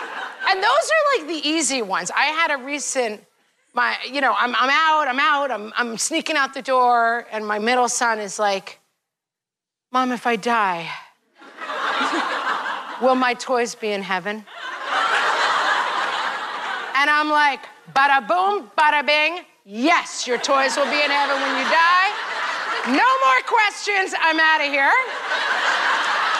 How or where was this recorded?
live audience